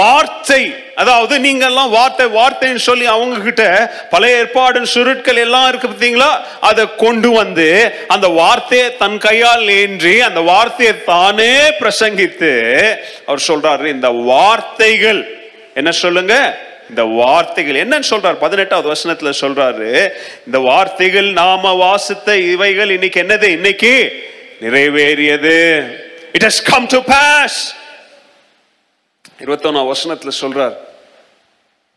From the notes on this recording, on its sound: Missions Sunday Second Service Sermon Live